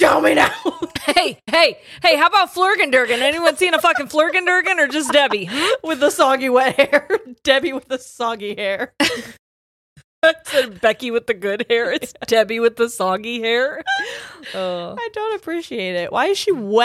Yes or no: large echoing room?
no